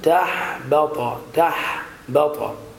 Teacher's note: تدقيق التاء والحاء والباء، تفخيم الطاء